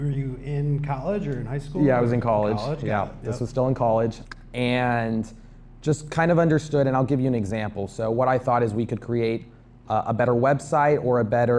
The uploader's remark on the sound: This episode was recorded for an audience of students in Longhorn Startup at The University of Texas at Austin.